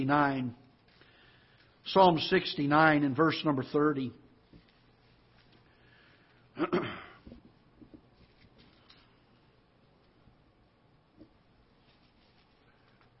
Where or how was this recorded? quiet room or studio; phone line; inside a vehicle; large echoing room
large echoing room